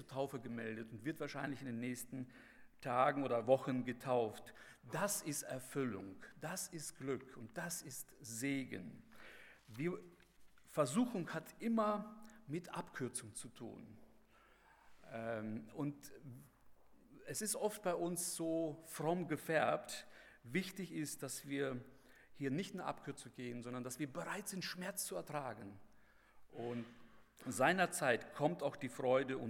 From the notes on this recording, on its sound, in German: bei der Eröffnungsandacht des Bibelseminar Bonn